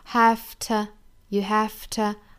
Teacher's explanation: 这个 to 要弱读，不要读成 to,要读成小刷音 a